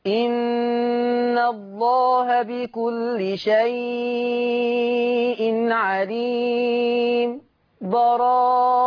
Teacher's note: السكت إن الله بكل شيء عليم براءة بدون تنفس